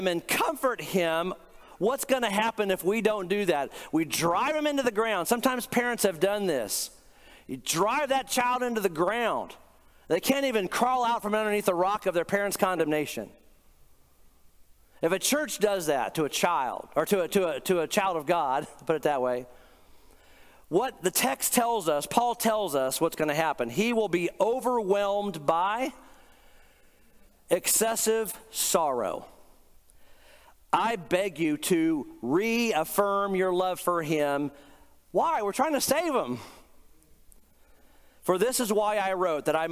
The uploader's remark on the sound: Today’s podcast is a recent sermon I preached